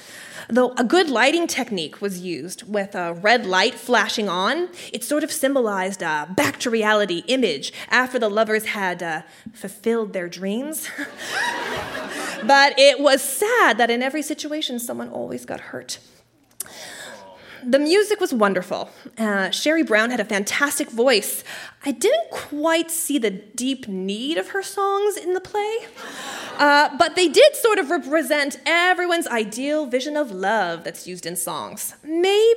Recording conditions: live audience